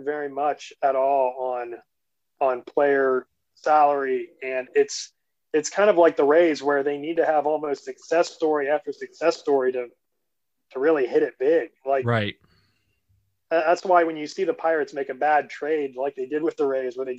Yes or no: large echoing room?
no